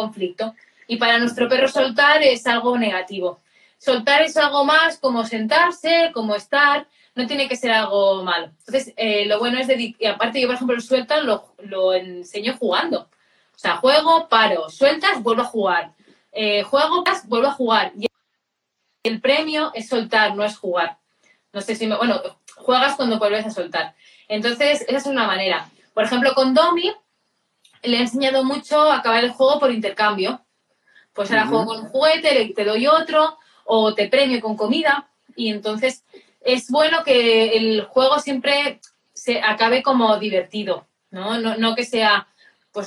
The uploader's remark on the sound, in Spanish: directo de Instagram